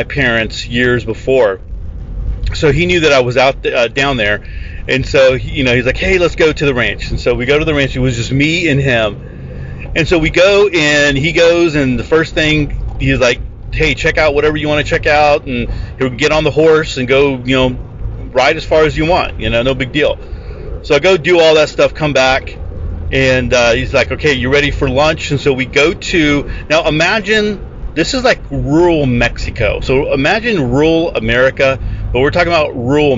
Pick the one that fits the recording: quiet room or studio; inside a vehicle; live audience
inside a vehicle